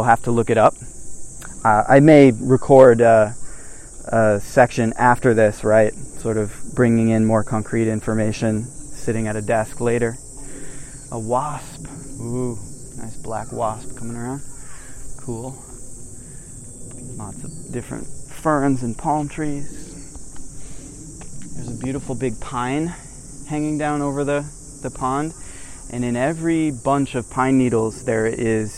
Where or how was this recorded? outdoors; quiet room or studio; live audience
outdoors